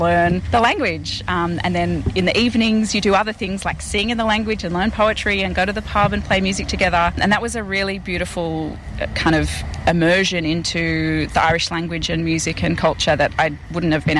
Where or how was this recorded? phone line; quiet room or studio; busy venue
busy venue